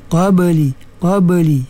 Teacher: Dia tak putus antara ba dengan lam tu. Tu apa nama, qalqalah sughra.